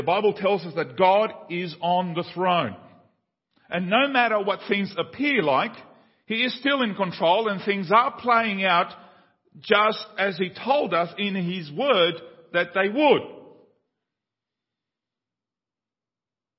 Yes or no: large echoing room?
yes